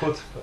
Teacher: Вымаўляецца то, што праз літару О нам на слых, як А, амаль што. І ў транскрыпцыях гэта перавернутая А, паводле іфа.